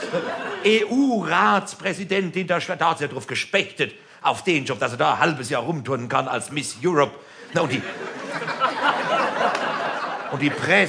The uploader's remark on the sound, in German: Format: Original Recording. Diese Sammlung enthält die Live-Mitschnitte zu seinen drei Soloprogrammen.